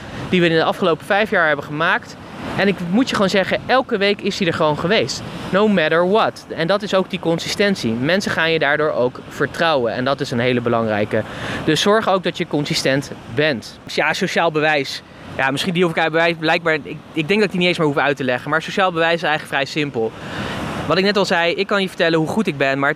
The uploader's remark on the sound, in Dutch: De podcast is opgenomen op het strand in Florida.